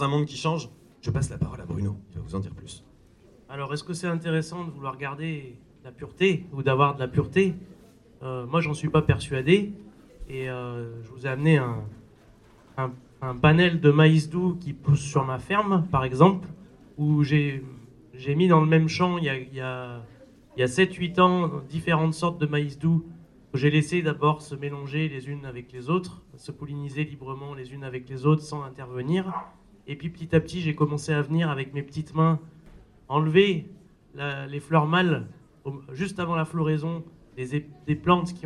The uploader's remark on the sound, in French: Cet épisode a été enregistré lors de la fête des Semences Paysannes Maralpines, le 9 décembre 2023 à Antibes. La Maisons des Semences Paysannes Maralpines (la MSPM) avait organisé une table-ronde au cours de cet événement.